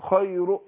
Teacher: انا بقف على بعض حركه، اقول خير ما اقولش خير، لا خير بعض الحركه، فبختلس حركه الضم او حركه الكسر · Term: الروم